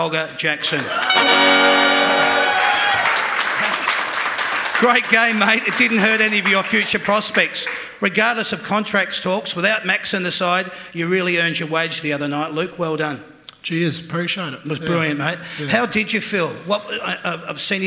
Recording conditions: live audience